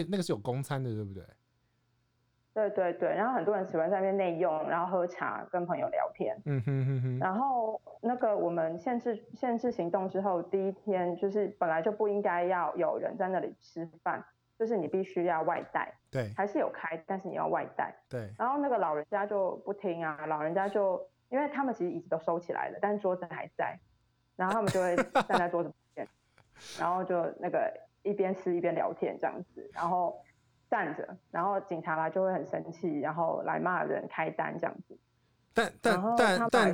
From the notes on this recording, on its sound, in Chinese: 連線馬來西亞聊聊防疫近況狀況。實際錄音時間是在四月三號下午。